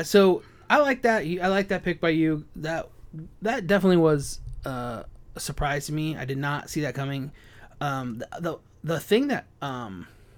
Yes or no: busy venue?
no